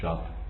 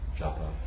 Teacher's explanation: they do not have necessarily an inherent A at the end, and they typically drop the A that would be there in Sanskrit · Shown in: first take